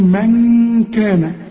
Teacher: نون وبعدها كاف، والكاف من حروف الاخفاء، هنا غن واخفي.